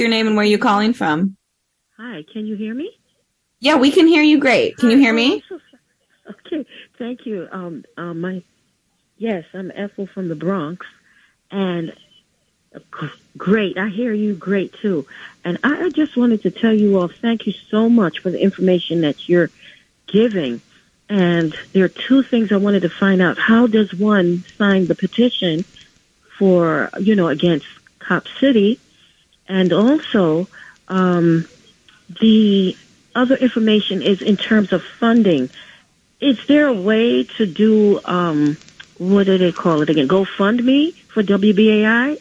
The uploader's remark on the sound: WBAI Listeners Call In to The Indy News Hour